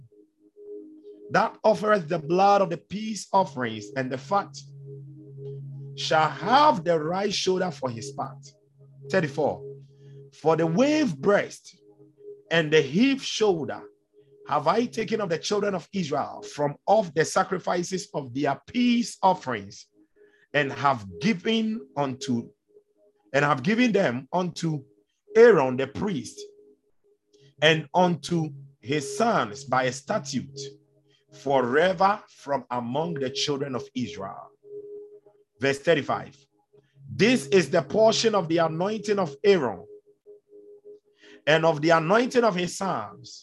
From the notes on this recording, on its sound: Refill (Zoom meeting).